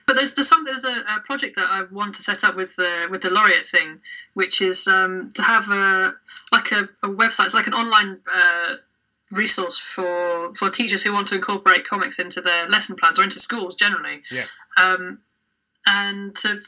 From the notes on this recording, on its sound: Apologies for the sound, as we had a few technical issues on the day